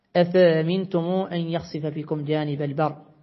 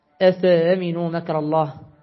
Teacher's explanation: وسهل الأصبهاني الهمزة الثانية في أفأمين حيث جاءت · Term: التسهيل